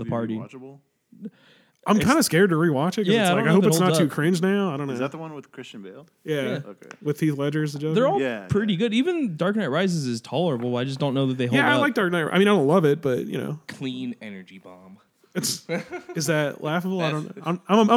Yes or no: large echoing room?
no